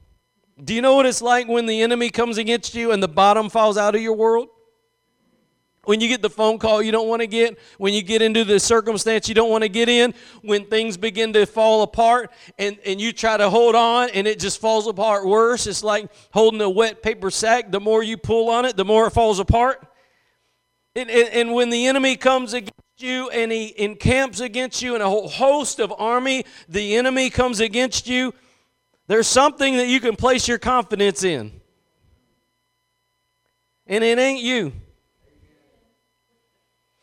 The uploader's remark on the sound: Preached at Gospel Lighthouse in Bossier City, La.